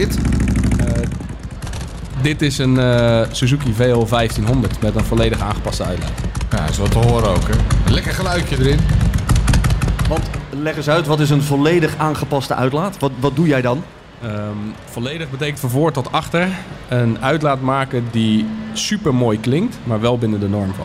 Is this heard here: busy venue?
yes